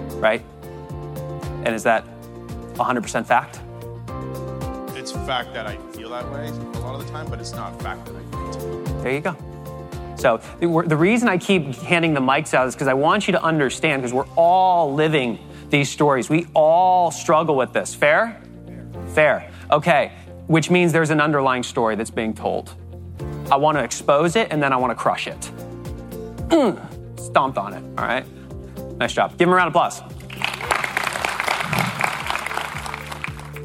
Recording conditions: live audience